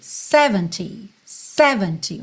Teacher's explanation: o 70 costuma ter a sílaba tônica no começo. 70, 70, ou seja, o sé é mais forte.